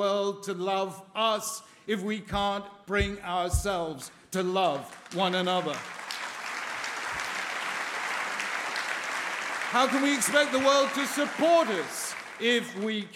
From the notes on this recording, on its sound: a keynote plenary address at the American Jewish Committee's 2014 Global Forum in Washington, DC